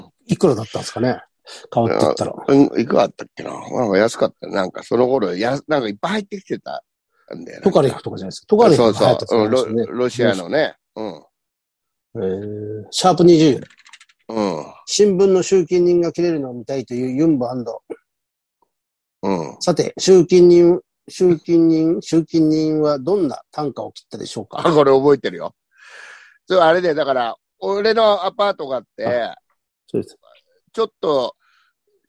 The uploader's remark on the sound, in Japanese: ZOOMで収録